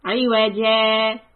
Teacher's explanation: you pause. It's called sakta. But you do not take a new breath to continue.